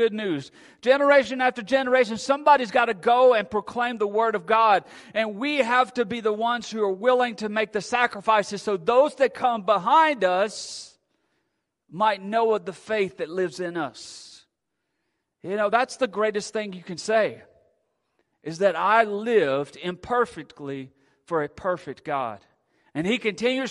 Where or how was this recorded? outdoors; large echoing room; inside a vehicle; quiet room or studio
large echoing room